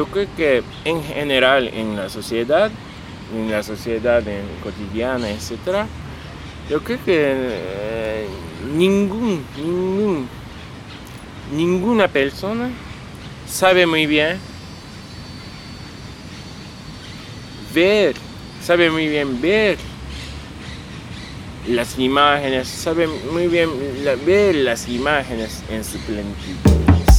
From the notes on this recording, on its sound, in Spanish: Nos juntamos a charlar en Parque Centenario, donde los pájaros hicieron la banda de sonido en vivo y no cobraron por ese trabajo.